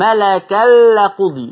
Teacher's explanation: لما دخل التنوين في اللام ما علقش لساني على اللام